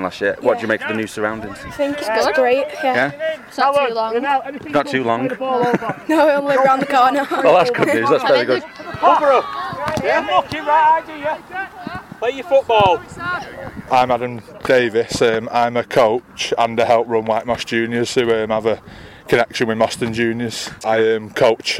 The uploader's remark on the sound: A special podcast recorded on the first weekend of the season, as Moston Juniors and AFC Manchester took to the field for the first time at the newly revamped Ronald Johnson Playing Field at Broadhurst Park in Moston.